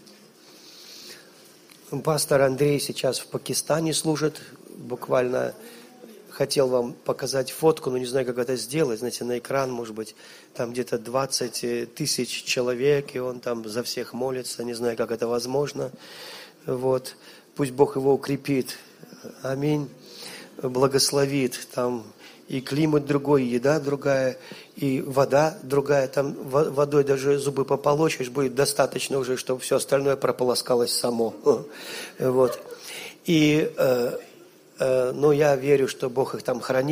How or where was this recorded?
large echoing room